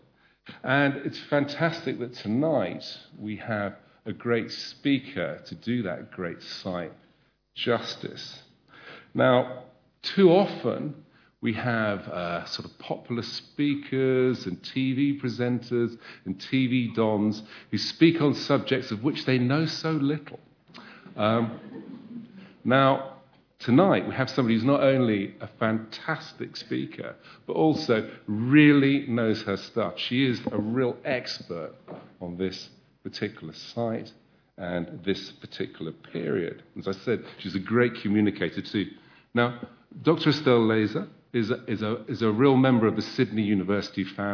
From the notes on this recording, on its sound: A Sydney Ideas lecture co-presented with the Department of Classics and Ancient History and the Nicholson Museum at the University of Sydney.